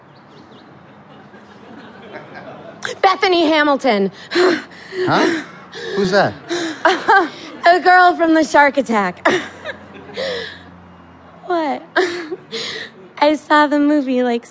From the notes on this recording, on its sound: recorded before an audience